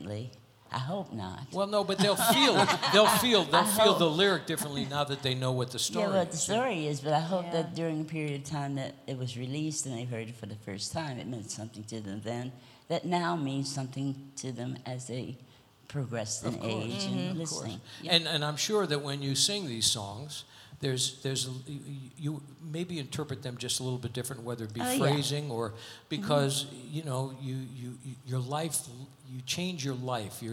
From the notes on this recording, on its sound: Live at the South Point Casino.